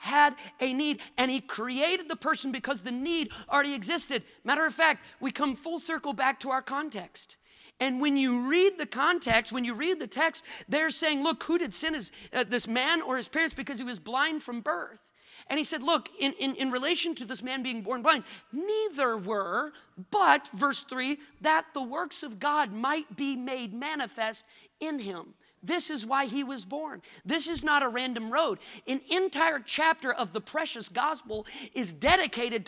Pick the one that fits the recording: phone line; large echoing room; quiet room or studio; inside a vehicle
large echoing room